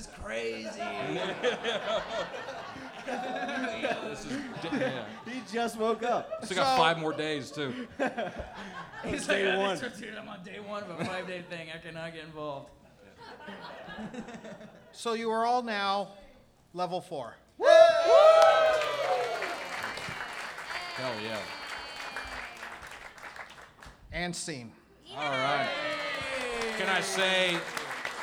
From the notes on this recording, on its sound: Live Show at Zanies Nashville. Recorded live at Zanies Comedy Club in Nashville, Tennessee. Live on stage.